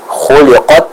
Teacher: Jadi jangan dibalik, karena sebagian orang membaca seperti ini, khuliqat. Nah, ini terlalu banyak hamasnya, sekaligus juga tidak membaca sifat syiddahnya